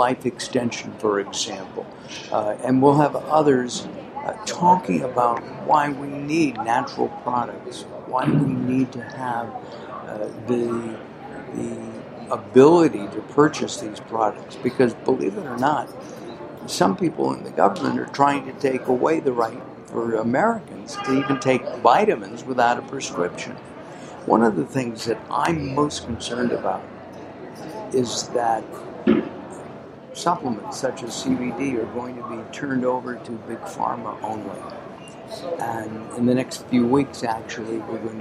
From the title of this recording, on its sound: LIVE From #SSW Supply Side West